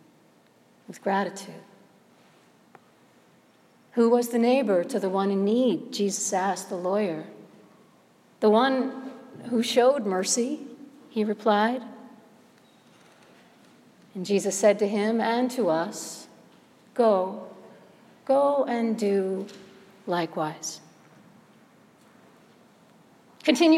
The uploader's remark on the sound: Sermon preached at All Saints Episcopal Church, Chevy Chase Maryland on the Second Sunday of Lent, 2016.